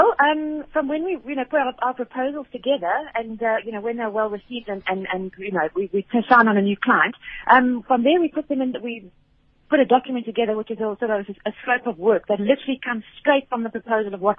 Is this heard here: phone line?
yes